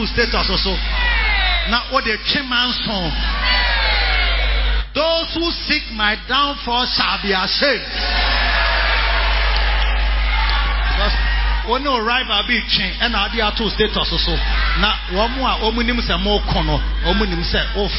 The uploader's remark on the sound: Preached at the Lighthouse Chapel Int. King Of Kings Cathedral, Achimota.